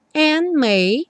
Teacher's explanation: não soa o D do and, and may. O N já liga no M.